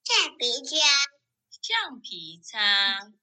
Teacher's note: 该吹气的声音没有吹出来